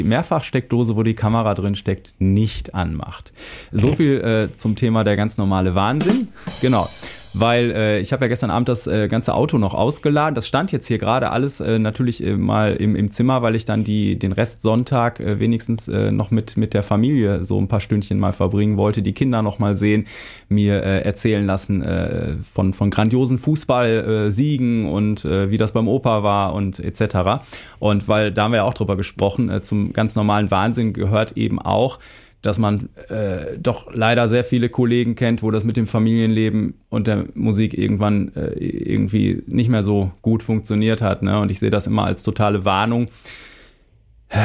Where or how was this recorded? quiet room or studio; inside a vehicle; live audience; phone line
quiet room or studio